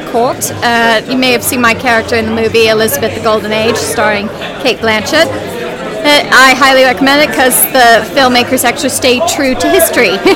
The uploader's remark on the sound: Live From Hypericon. Sites and sounds of Hypericon 12.